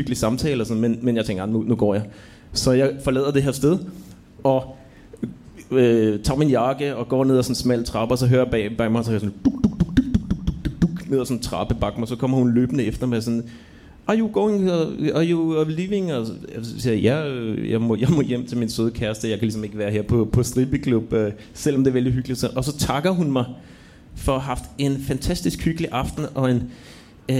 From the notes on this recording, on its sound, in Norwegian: Sesongens siste podkast, live fra Uhørt i Oslo.